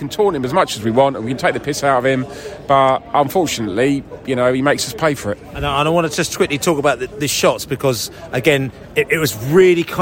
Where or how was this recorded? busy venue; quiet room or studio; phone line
busy venue